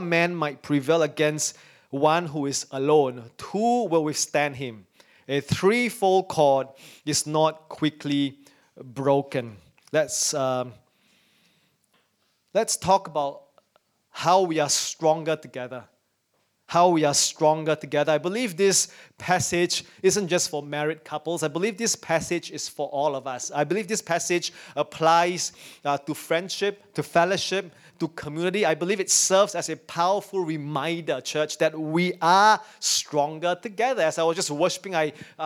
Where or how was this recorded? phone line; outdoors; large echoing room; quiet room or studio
large echoing room